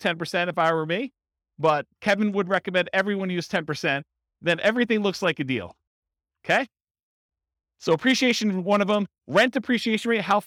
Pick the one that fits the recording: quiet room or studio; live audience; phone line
live audience